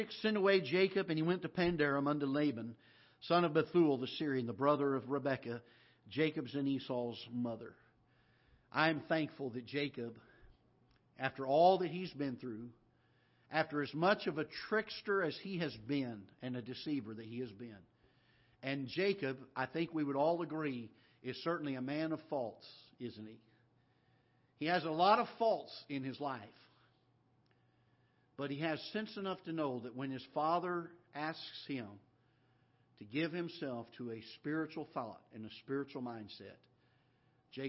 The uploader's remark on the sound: This is a live broadcast from the auditorium of Ketha Heights Baptist Church in Festus, Missouri